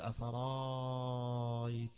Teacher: ويقرأها ورش أيضا يمدها مدا طويلا